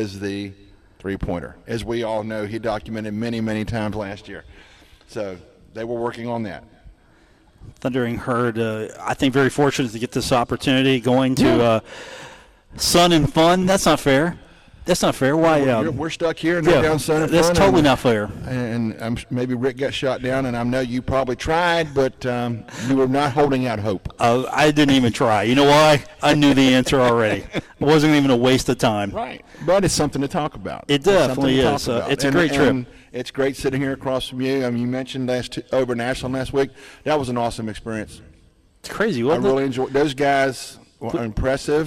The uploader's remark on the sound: broadcast on location from the Union Pub and Grill in Huntington